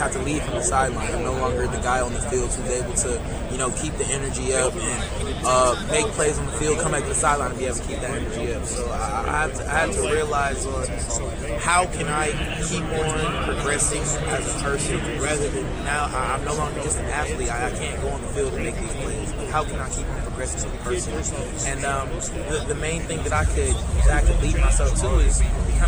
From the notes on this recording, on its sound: The start of Big 12 Football Media Days live from Dallas. Live from Big 12 Media Day.